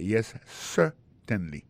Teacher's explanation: regardez bien pour un mot certainly, accent tombé sur le premier syllabe là · Term: accent tonique